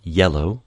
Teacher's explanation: This sound is termed a semi-vowel because it is essentially the vowel E pushed to the extreme, up toward the hard palate. Its linguistic term is the voiced palatal approximant, often called yod.